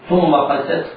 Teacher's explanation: القاف مفتوحة حكمها التفخيم، والسين حكمها الترقيق